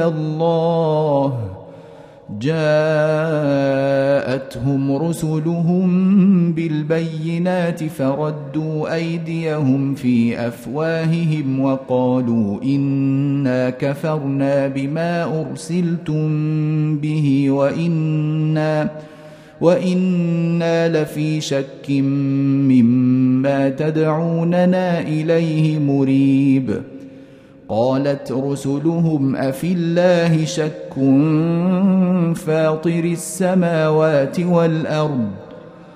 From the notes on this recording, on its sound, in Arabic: مسجل من صلاة التراويح بمسجد السلام بحي مشرفة بجدة.